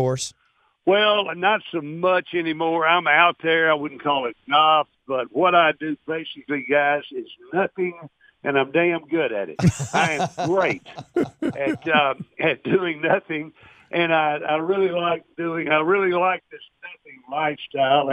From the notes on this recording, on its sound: called